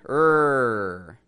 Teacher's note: We bunch it up as if it's a little ball in the back. We bring the blades of the tongue, the sides of the tongue, to the roof of the mouth, and we tense it back there, and it sounds like rrr.